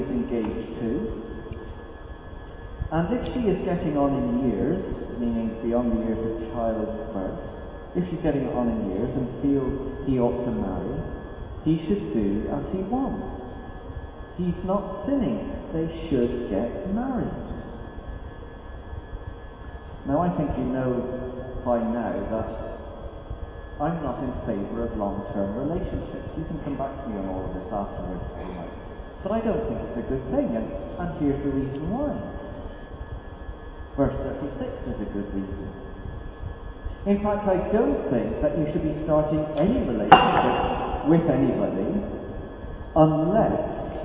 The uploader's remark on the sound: NOTE: AUDIO IN THIS WEEKS RECORDING IS OF POOR QUALITY.